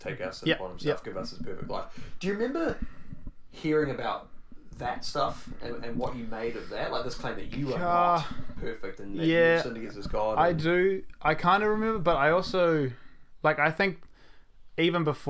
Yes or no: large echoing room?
no